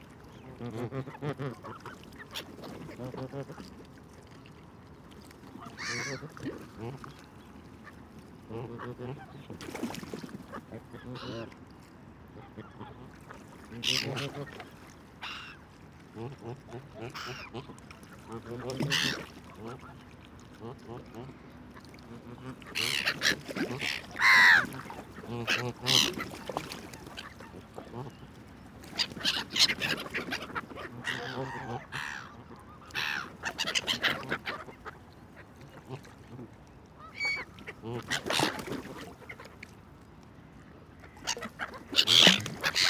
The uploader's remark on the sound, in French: Enregistrer l&#39;intimité des oiseaux d&#39;eau du lac. Depuis bien longtemps j'espérais trouver une occasion pour enregistrer l'intimité des oiseaux d'eau du lac. Quelques morceaux de pain et je réalise une belle prise de son de proximité et de plus entre les Bernaches et les mouettes une sorte de chorus s'installe.